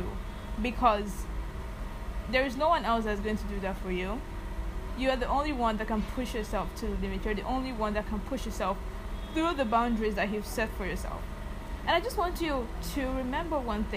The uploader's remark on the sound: Also, kindly overlook the background noise, I’m back in Lagos and that means less quiet.